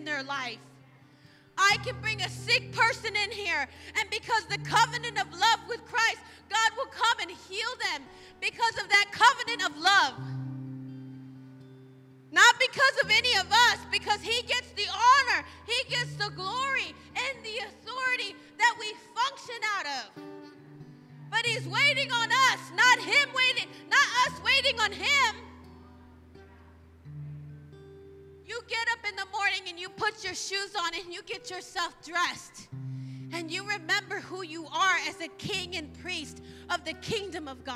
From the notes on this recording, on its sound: live from Emerging Streams Apostolic Center